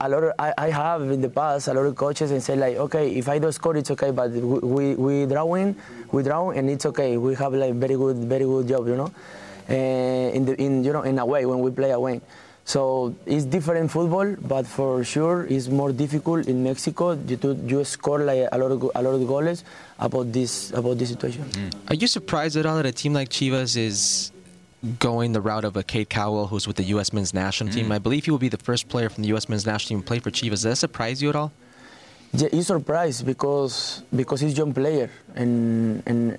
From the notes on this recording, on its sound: live from Miami for MLS Media Day